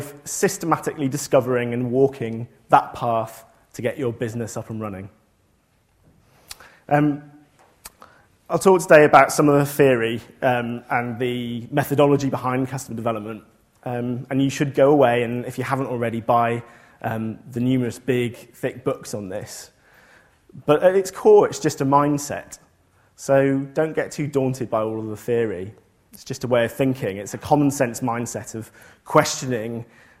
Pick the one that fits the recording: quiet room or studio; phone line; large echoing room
large echoing room